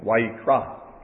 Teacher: I think the accent's on the last syllable, Vayikra. Anyway, we don't ever have to say that word again, I don't suppose.